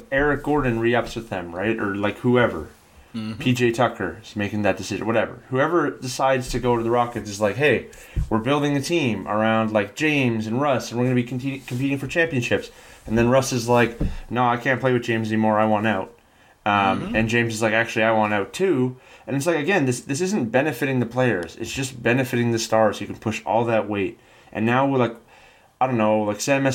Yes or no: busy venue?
no